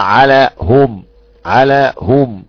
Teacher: عليهم حمزة ويعقوب بضم الهاء على الأصل